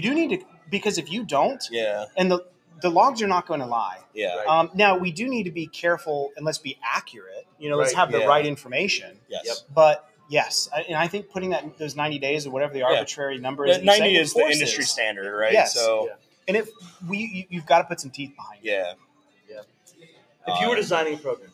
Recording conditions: busy venue